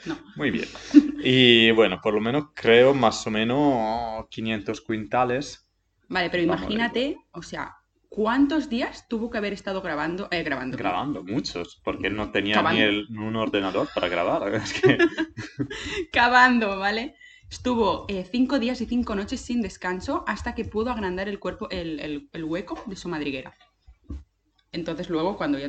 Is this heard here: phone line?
no